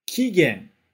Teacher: A gente começa mais forte e vai baixando.